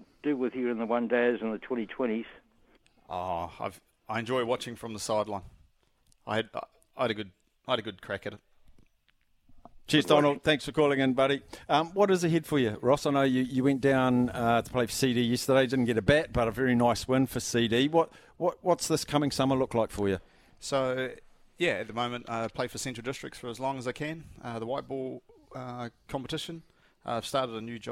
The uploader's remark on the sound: LIVE from Fitzherbert Park